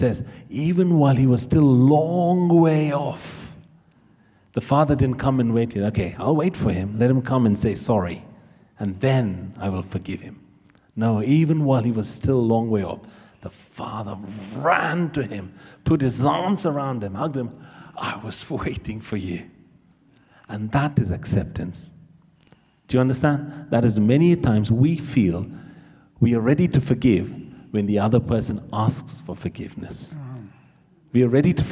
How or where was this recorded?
large echoing room